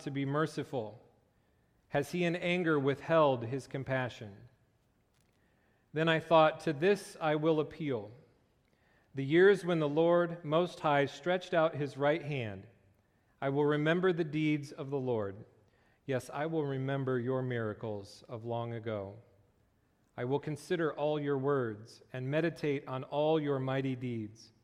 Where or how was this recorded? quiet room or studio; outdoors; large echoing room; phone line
large echoing room